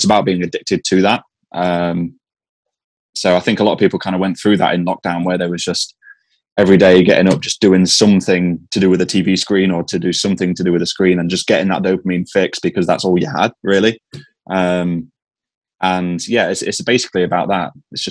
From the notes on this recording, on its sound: I sit down over Zoom. The cats joined us… Zoom calls huh.